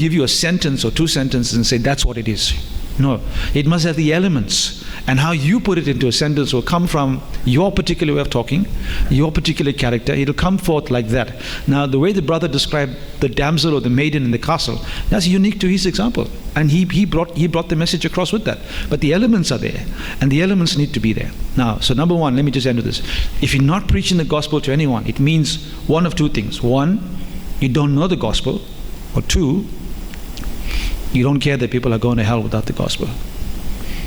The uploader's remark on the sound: The opening session from the Hammer and Tulip conference - No Other Gospel.